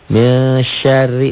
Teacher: ro ini dibaca tipis, tarkik.